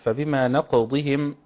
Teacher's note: عندي الضاد مكسورة، ضروري ان انا احافظ على تفخيمها، ما اقولش نقضهم علشان ما تبقاش دال، وهيتغير المعنى تام من النقض والنقد.